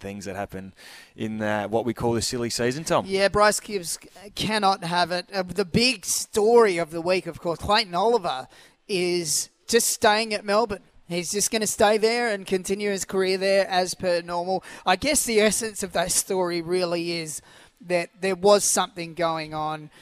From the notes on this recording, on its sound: on location at Harbourtown this morning, doing an OB for Solitaire Automotive